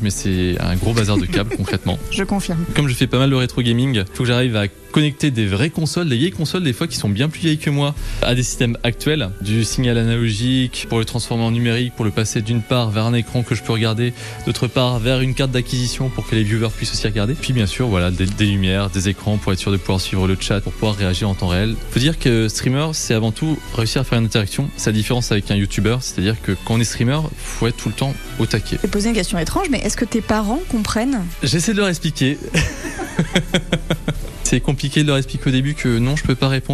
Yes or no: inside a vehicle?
no